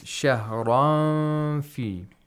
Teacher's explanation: make the nasal sound for two vowel counts at the same time that we're keeping the upper front teeth close to the lower lip · Term: ikhfa